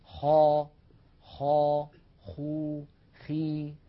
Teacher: من أدنى الحلق ما ذكرنا حرف الخاء